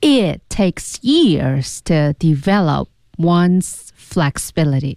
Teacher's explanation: develop P 这个字母要失去爆破，it takes 那 it 那个 t 要失去爆破 · 那这句话最慢的两个单词就是一个是 years，其次是 take